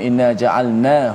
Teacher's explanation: hu tu dibaca pendek kerana sebelumnya ada huruf mati